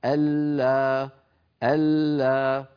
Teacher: المشهور والمقروء به في أغلب العالم الإسلامي عدم إبقاء الغنة، ألا ألا، لكن هي أصلها أن لا، فبس أحببت أن أبين.